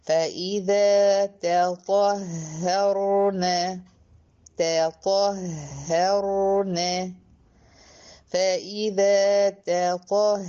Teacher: في هاء مشددة ومرققة، 2 هي هنطقهم الاتنين مرققين بين ايه بقى، بين الطه المفخمة والراء الساكنة المفخمة ايضا بتاعت نفس الكلمة.